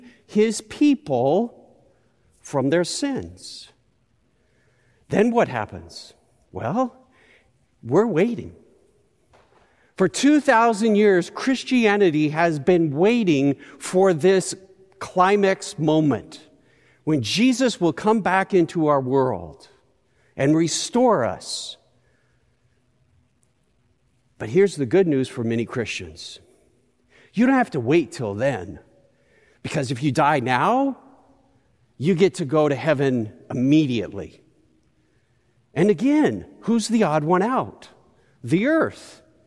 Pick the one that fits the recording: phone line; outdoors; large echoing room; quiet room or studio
large echoing room